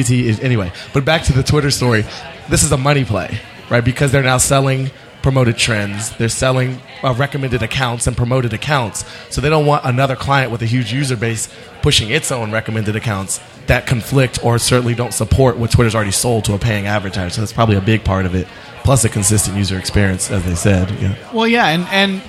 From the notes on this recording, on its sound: Live from SXSW.